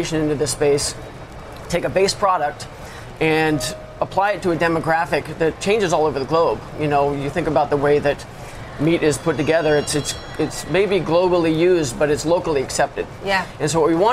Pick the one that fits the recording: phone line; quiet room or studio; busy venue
busy venue